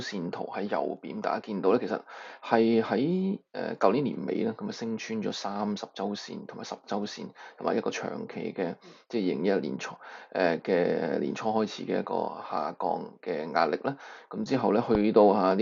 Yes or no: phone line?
no